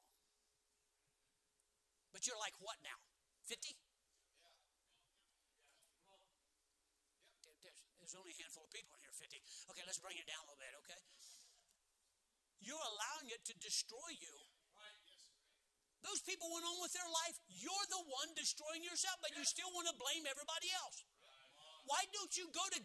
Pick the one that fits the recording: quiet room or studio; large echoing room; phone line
large echoing room